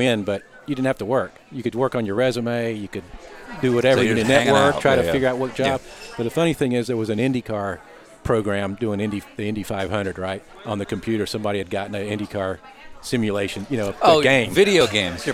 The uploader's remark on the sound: Lunch was served at Pacific Coast Grill in Cardiff, CA